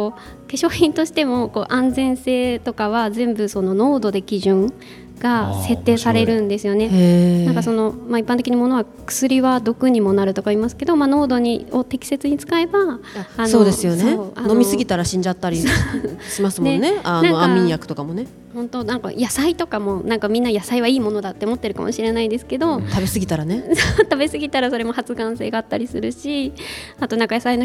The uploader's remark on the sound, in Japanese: 資生堂のオープンイノベーションプログラム fibona 「Around Beauty Meetup」初の公開収録を配信します。S/PARK 1F。